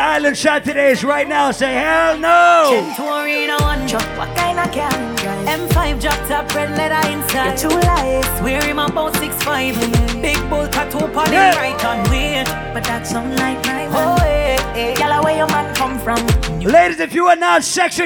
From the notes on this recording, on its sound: Live audio recording from the Island Satudays launch on Saturday July 3rd in Providence, RI